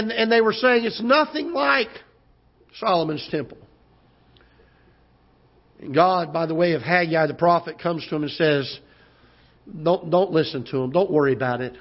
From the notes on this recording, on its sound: Ketha Heights Baptist Church ~ Live Broadcast.